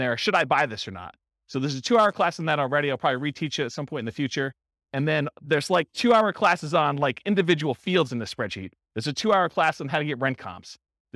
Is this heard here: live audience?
yes